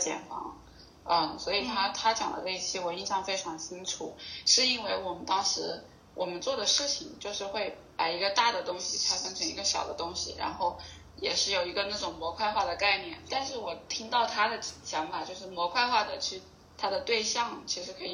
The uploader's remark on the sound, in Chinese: 关于节目目前收音不太好的原因